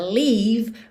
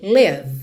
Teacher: leave mais horizontalzinha, leave mais cheia, mais gordinha, para ela ficar diferente de live · Shown in: first take · que é o morar ou viver, L-I-V-E, ok?